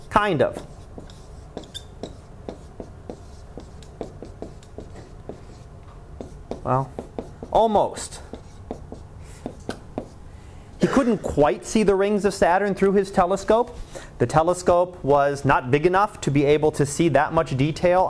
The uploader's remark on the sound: Live Class Lecture